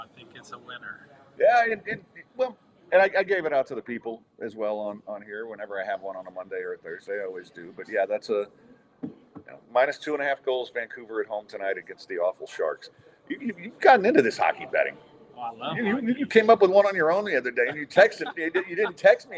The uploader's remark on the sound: Recorded on site at Midtown Bar and Grill